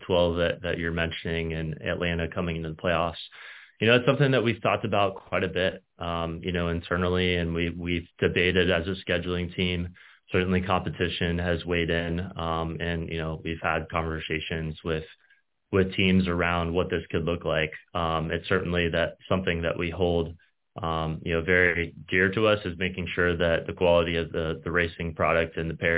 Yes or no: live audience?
no